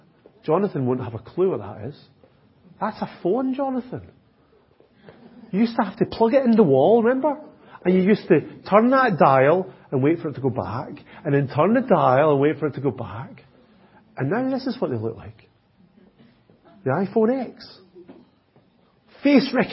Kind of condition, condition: setting, large echoing room